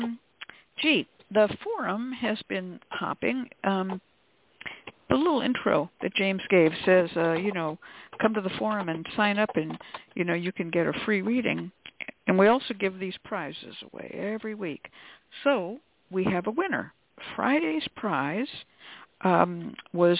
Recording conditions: phone line